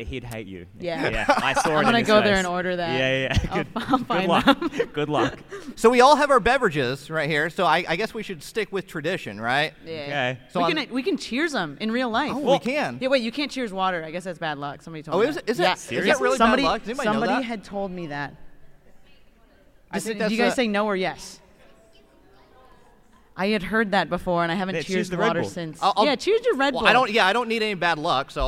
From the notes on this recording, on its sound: LIVE From Card Party 2023! LIVE from Card Party 2023 in California!